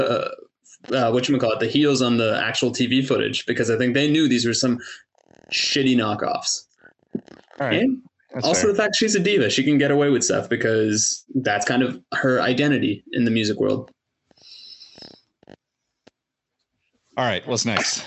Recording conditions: video call